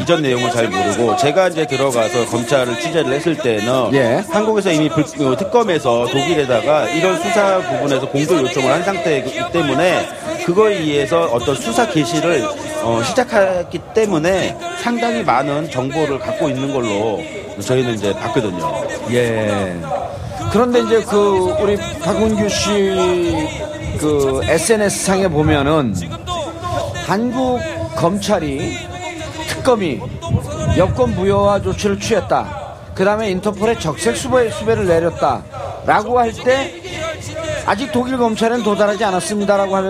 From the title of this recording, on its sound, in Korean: 광화문 공개방송